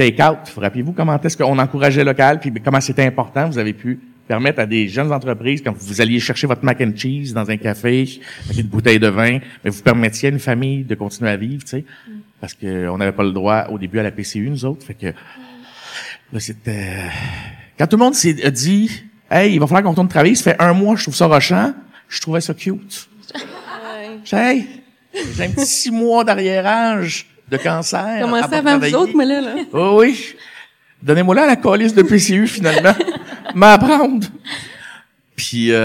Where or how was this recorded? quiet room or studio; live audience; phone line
live audience